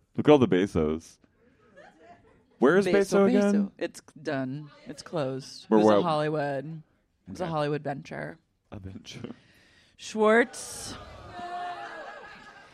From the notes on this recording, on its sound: LIVE at Dynasty Typewriter Round II.